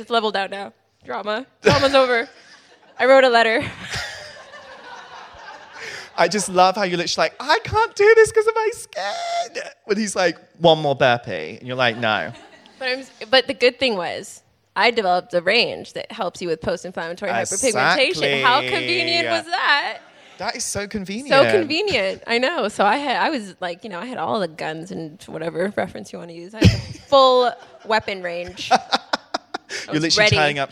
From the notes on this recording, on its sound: Live recording. This live episode we recorded at Selfridges. It was AMAZING to be surrounded by so many people in the REIGN family to record an episode.